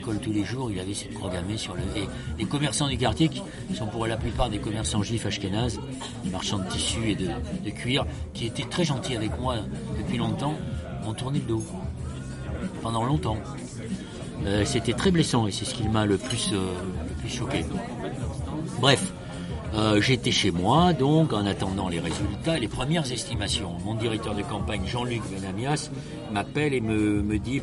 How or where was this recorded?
busy venue